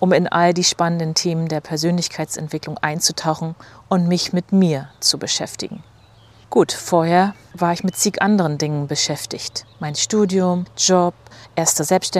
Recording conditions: sounds in the background